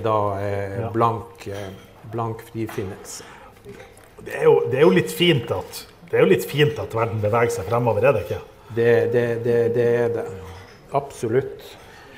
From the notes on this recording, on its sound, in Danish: Live på Bazinga.